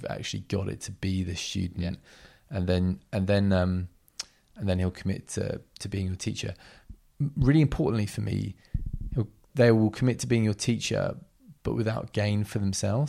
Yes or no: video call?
no